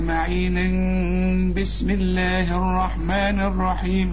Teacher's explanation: يبقى دي معين تنوين، التنوين اللي بعده ب يحصل اقلاب، يحصل اقلاب للتنوين لميم